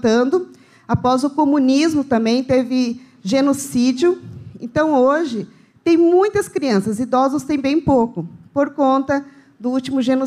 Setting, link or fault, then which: setting, large echoing room